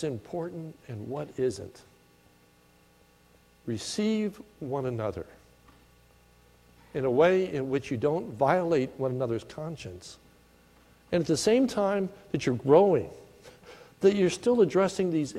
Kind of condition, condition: setting, large echoing room